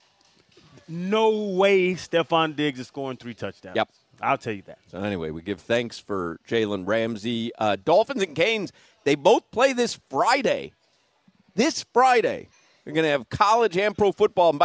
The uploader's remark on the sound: joins the show live from Twin Peaks